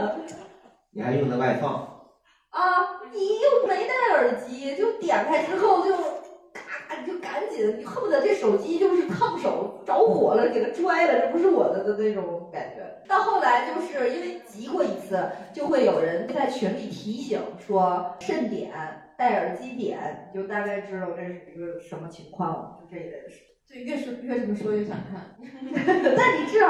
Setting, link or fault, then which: fault, poor microphone